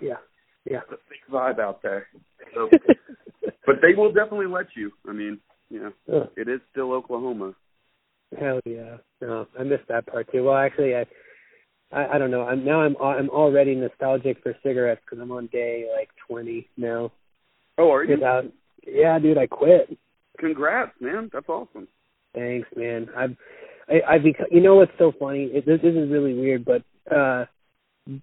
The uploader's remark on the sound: I downloaded a call recorder on my phone for $10 and recorded this bad boy in the car.